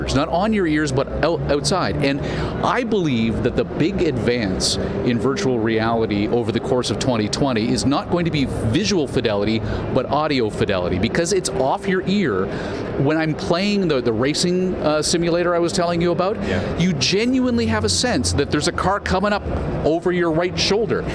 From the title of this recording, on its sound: Live from CES 2020